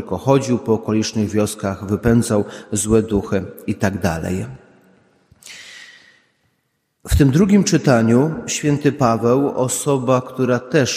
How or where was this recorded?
large echoing room